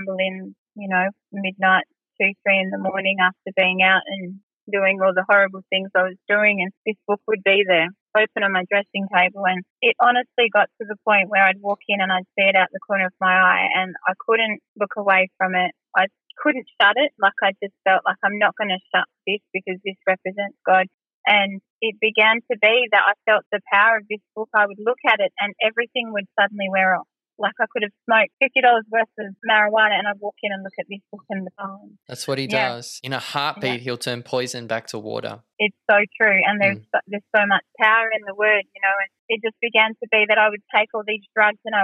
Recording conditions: phone line